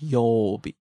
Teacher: Even though when you write it down, it's 曜日. But just extend that O when you're pronouncing it · Term: long O